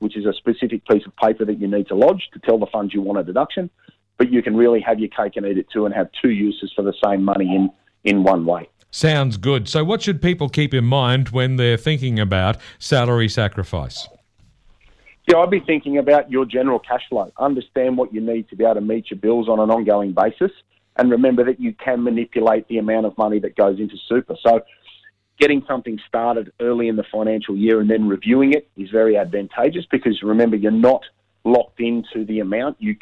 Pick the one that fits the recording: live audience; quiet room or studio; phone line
phone line